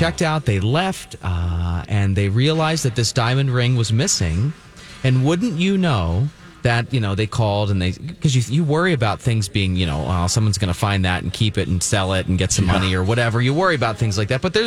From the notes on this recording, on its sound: Broadcasting live from Popped Corn in Minnetonka! It's our 16th Annual Santa Project.